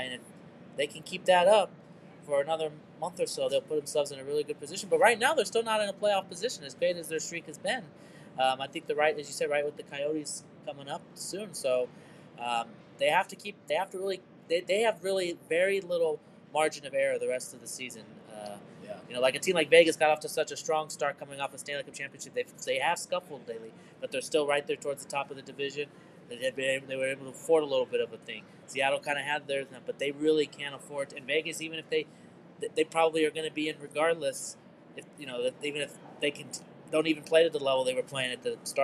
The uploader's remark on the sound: LIVE from the Winter Classic in Seattle, WA! LIVE from the Winter Classic at T-Mobile Park in Seattle, WA!